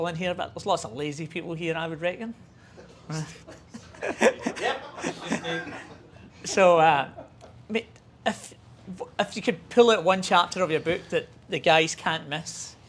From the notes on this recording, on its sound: Live at the Brisbane Safety Differently Bookclub. This is the live recording of that session at the Brisbane Safety Differently book club.